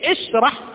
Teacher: وانما اقول اشرح بكسر الهمزة